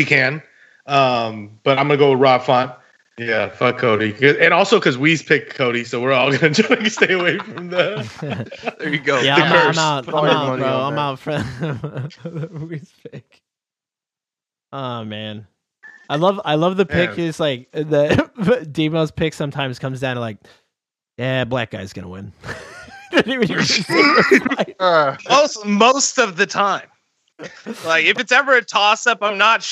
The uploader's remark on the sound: Sorry for the phone in from jail quality. Forgot to record his mic.